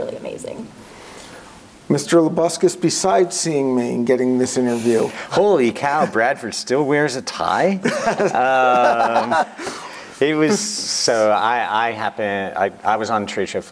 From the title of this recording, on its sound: Live From InfoComm 2022